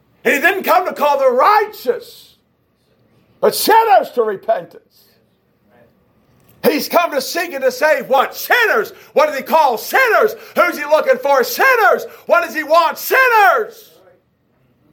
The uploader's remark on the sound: a message preached at Shippensburg Independent Baptist Church in July of 2021